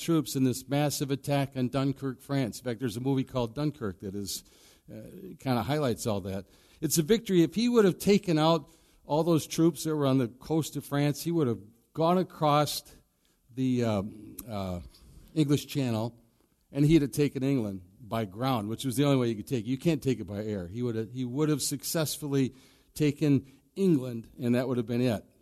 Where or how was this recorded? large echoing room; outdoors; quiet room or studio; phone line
large echoing room